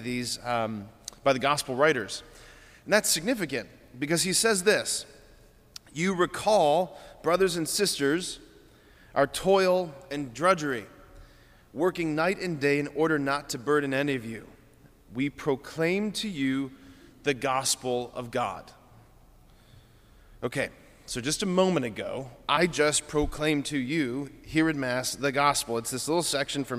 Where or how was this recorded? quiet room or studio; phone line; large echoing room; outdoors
large echoing room